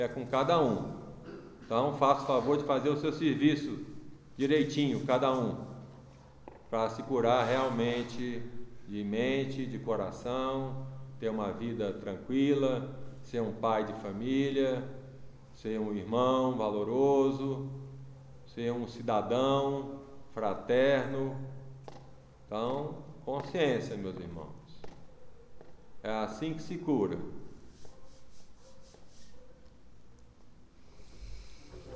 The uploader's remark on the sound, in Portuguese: gravadas na Igreja Céu do Planalto